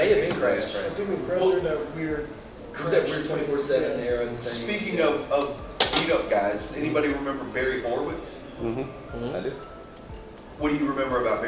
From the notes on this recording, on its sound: a panel we conducted at Metrotham Con 2023